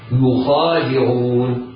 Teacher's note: الخاء مفتوحة وبعدها ألف فهي مفخمة في الضغط المرتبة الأولى، يخادعون. والدال مرققة والعين مرققة والواو تمد مدا طبيعيا بمقدار حركتين.